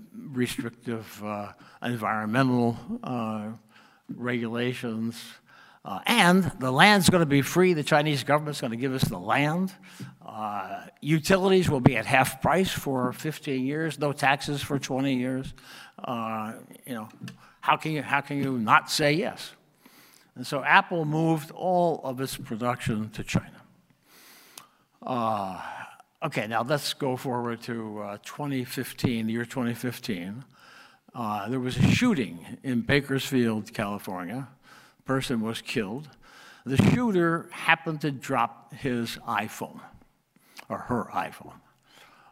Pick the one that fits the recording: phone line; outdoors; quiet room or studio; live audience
live audience